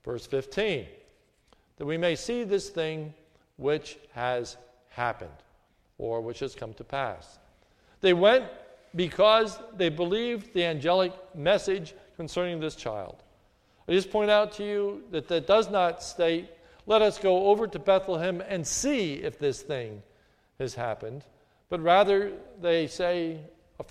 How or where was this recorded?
large echoing room